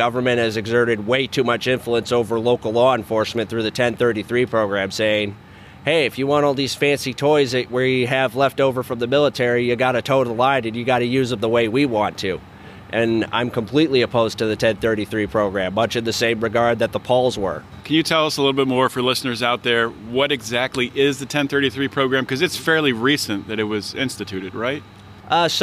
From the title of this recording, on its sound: Live from the LNC